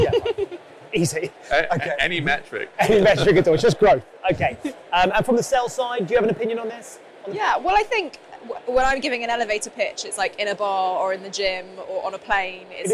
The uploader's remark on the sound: we were live at the 2022 Sifted Summit in London